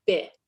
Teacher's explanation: it sounded like they voiced the initial consonant and they dropped the final consonant